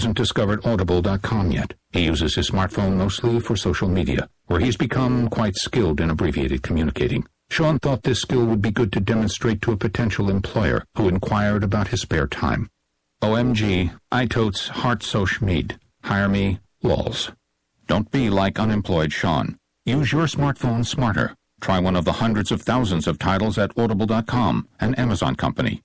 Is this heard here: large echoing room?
no